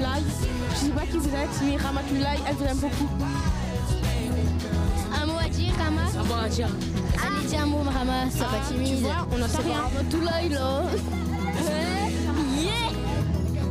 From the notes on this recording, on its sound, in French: Enregistrée le jeudi 17 août depuis la place de la maison rouge. Avec les enfants de l'interstice asbl.